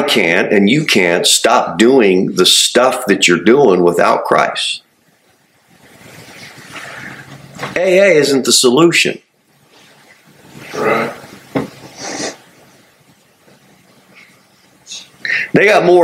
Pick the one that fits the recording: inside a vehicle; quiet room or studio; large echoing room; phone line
large echoing room